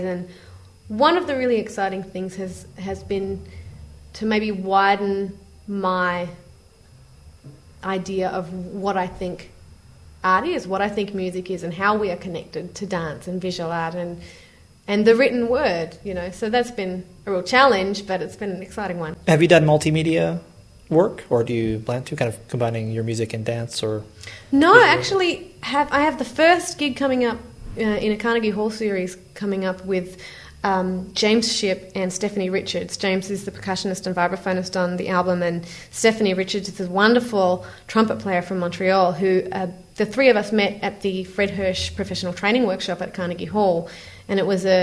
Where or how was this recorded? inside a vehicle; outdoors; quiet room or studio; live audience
live audience